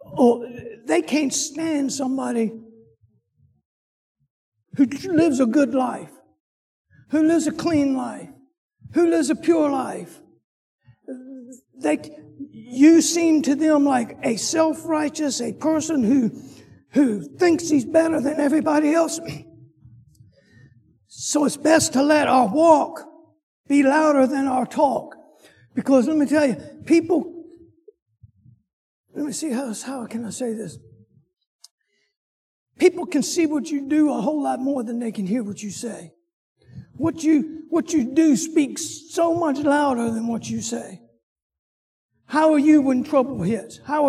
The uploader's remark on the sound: Sunday school lecture